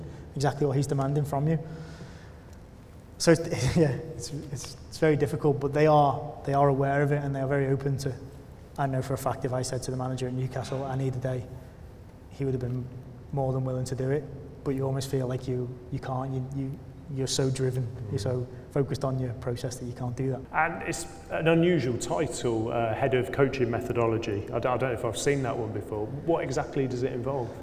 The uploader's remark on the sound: In front of a live audience at Hudl's UK Football Conference at Loughborough University.